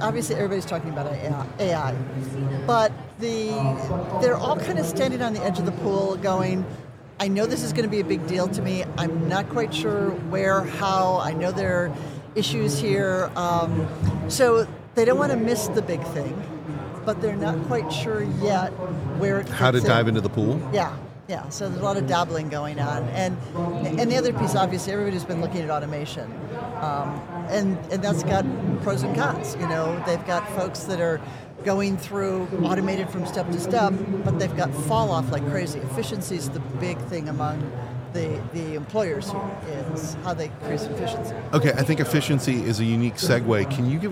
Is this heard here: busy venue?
yes